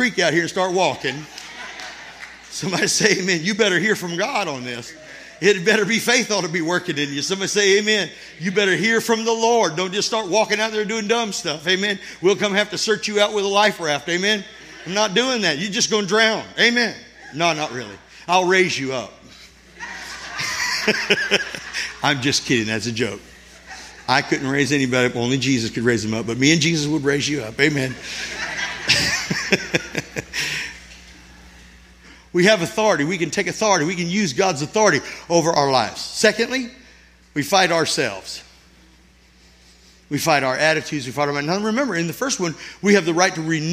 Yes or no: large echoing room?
yes